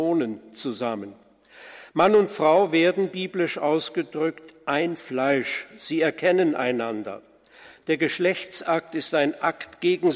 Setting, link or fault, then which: setting, large echoing room